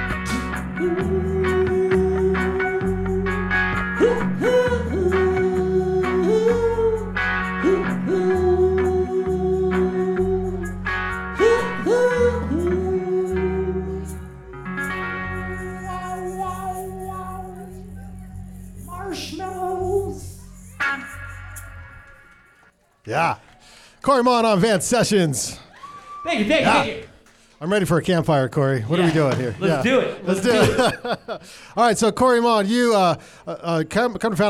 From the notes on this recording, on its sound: LIVE studio audience recording of Van Sessions at The Monarch. Recorded during Ogden's First Friday Art Stroll. The Monarch Building in Ogden, Utah.